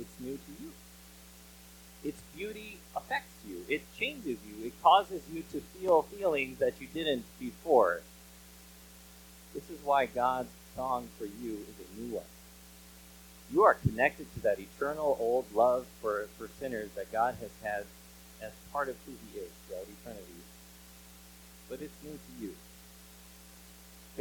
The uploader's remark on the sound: Bare with us as we struggle with a few tech issues. If you hear the mic fading in and out, know that we are aware of it and trying to fix it before next week!